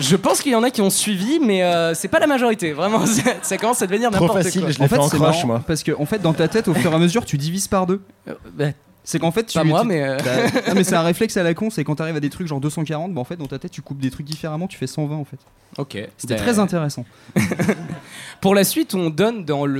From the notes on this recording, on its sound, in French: Live devant un public affamé.